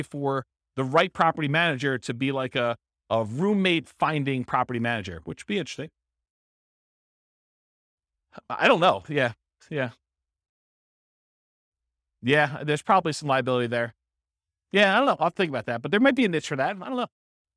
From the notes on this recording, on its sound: This was a live class recorded